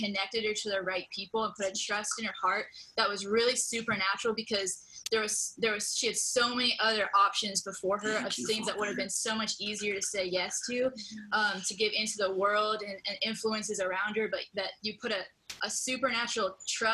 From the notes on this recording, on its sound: This podcast is from a series of weekly Brave Love Bible studies. Held over zoom.